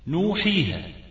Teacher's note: الحاء مكسورة بعدها ياء، إذن فهذه الياء مدية